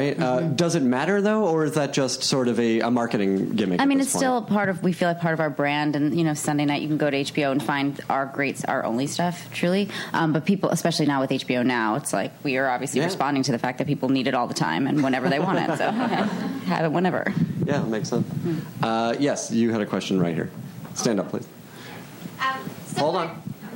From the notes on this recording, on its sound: Panel from ATX Television Festival. Recorded June 5, 2015 at ATX Television Festival.